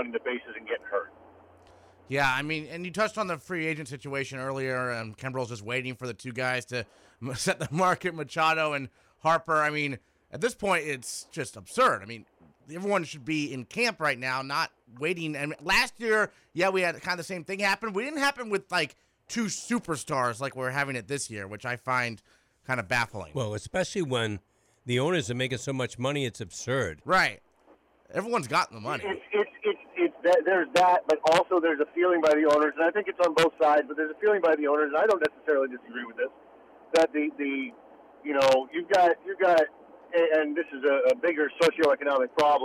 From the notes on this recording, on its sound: calls